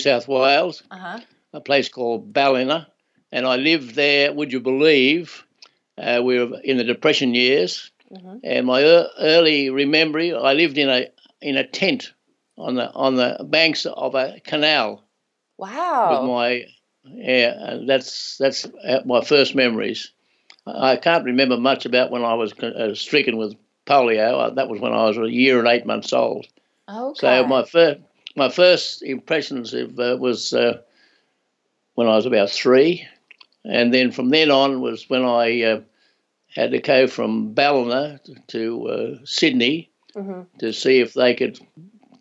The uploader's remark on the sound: via Skype